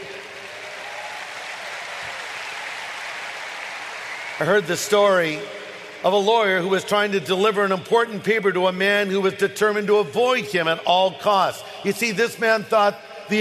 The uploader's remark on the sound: This message was originally delivered at the SoCal Harvest in Anaheim, California on Sunday night, August 25, 2013.